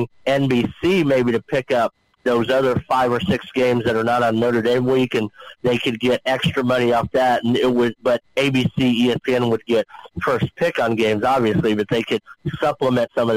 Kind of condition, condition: link, phone line